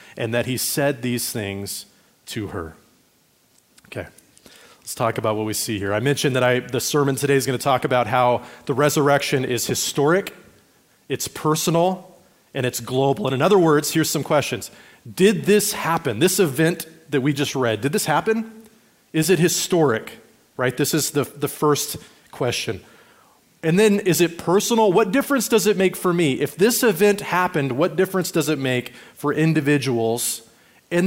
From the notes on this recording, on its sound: Recorded at Liferoads Church in Spokane, Washington, on Easter Sunday, April 9, 2023.